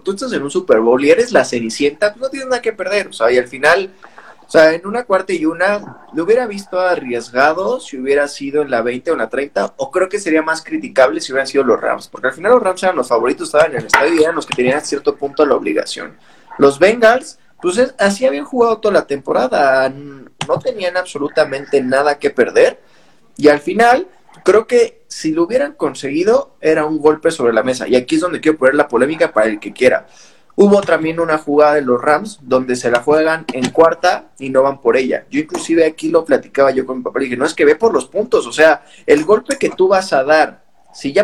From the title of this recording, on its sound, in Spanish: Live en Instagram el 15 de febrero de 2022